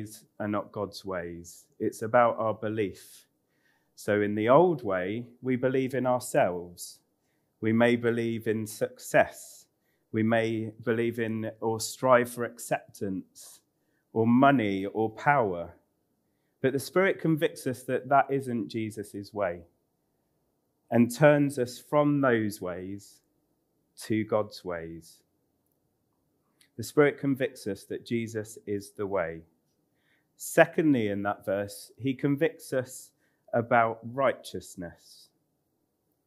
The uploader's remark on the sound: Recorded on 7th Nov 2021 at Central Vineyard Northampton, Sheep Street